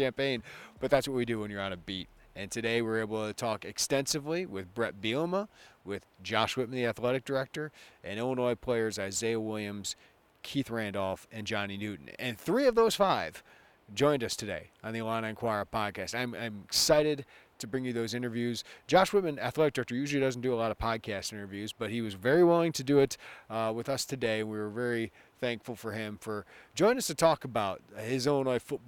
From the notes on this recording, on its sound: live from Big Ten Media Days